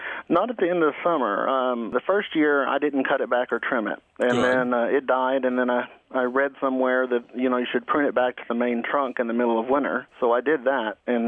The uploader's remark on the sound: Publisher: WHYY-FM. As always, fabulous phone calls and chemical free answers to garden questions.